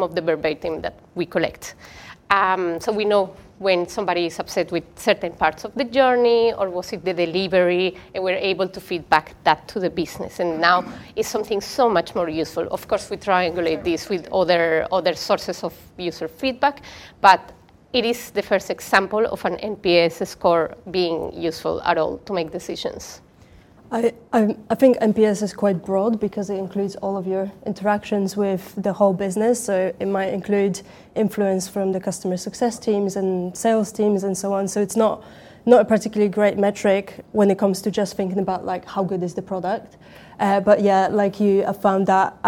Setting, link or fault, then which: setting, live audience